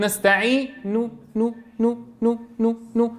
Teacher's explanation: لم أضم بصوت تام ولم أضم بشفتي، أي صورة الضم ليست تامة · Term: الروم